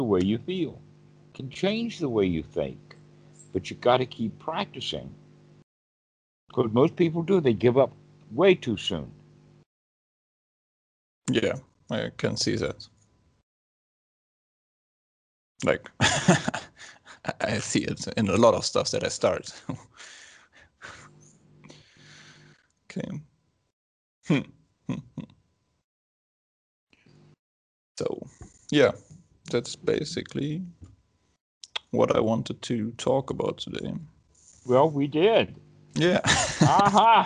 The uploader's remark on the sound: skype calls